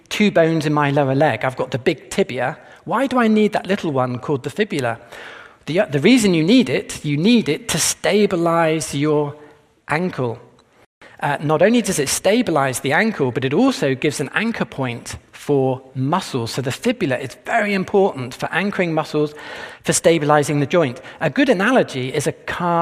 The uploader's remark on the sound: This presentation was taped at the 2022 Westminster Conference on Science and Faith in the greater Philadelphia area, which was jointly sponsored by Discovery Institute’s Center for Science and Culture, and Westminster Theological Seminary.